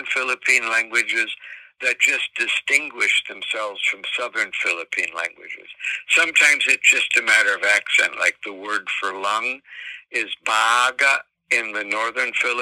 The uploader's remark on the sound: on the phone